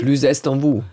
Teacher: man spricht ja hinten dann die Konsonanten, spricht man ja hart aus, wenn ein Vokal dann wieder folgt · Term: gebunden